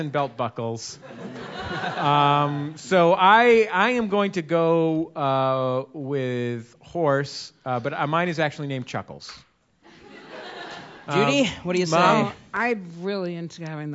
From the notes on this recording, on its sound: Recorded Live with the Monsters of Podcasting at SF Sketchfest.